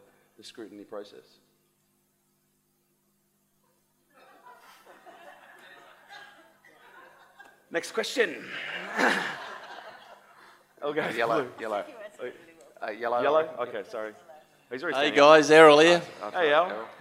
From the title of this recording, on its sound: LIVE AUDIENCE